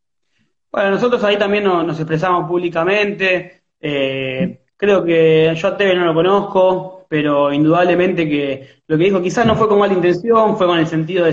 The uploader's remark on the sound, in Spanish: una entrevista desde Instagram Live